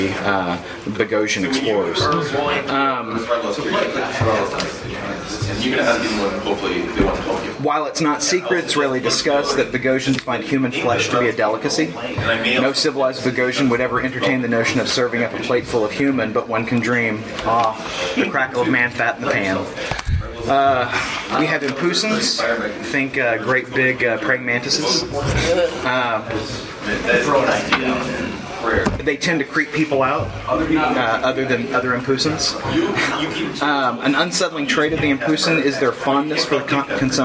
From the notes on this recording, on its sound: recorded at Fear the Con 7